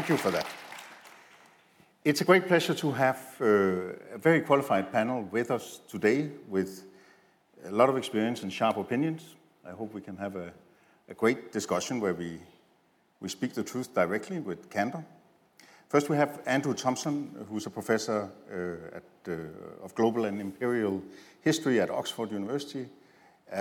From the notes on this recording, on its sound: This episode is a recording of the closing panel of the Humanitarian Xchange (Hx) conference which took place in London on 20 February 2024.